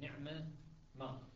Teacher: العين ساكنة والميم مفتوحة والتقت ميم نعمة بميم ما، فلسهولة اللفظ ولأن نعمة أصلا هو فعل جامد وما اسم